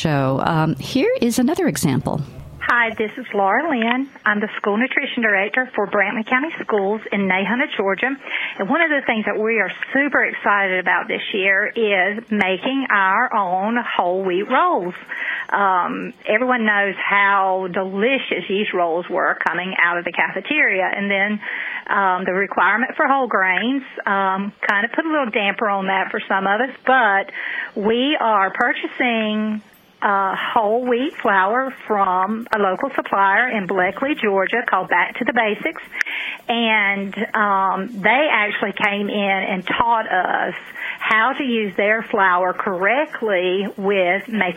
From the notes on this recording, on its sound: Asked listeners to call in about their favorite back-to-school innovations, and they did, from all over the country.